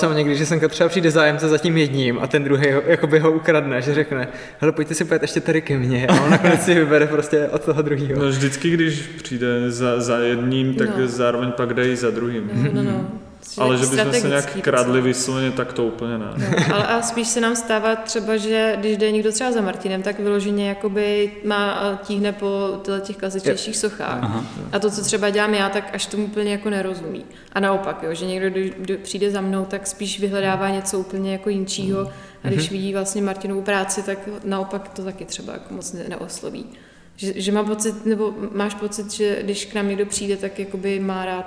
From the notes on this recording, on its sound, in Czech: Prostory jejich ateliéru (ex-hospody) jsou vskutku velkolepé, takže zvuk opět není tip ťop (hodilo by se tam pár akustických panelů)